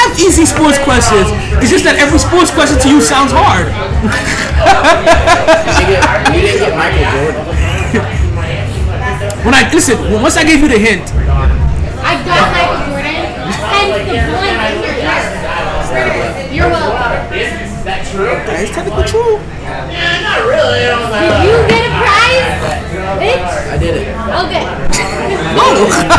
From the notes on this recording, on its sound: Live From Sharkey's where LADIES DRINK FREE.